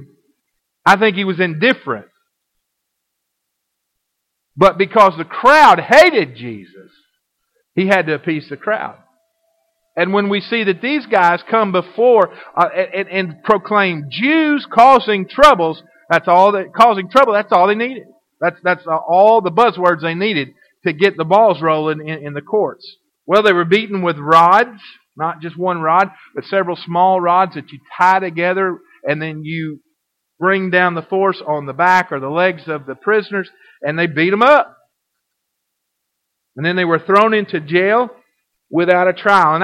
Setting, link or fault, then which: setting, large echoing room